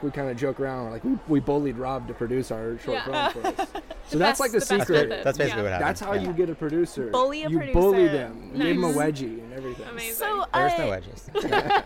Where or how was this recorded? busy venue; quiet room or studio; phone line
busy venue